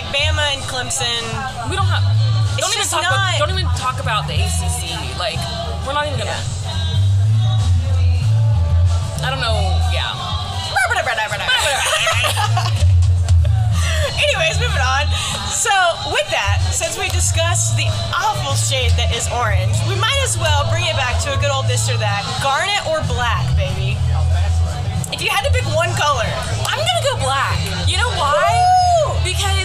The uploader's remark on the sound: LIVE from First Thursday on Main. Take a listen to what your neighbors have to say about their favorite things in the 803!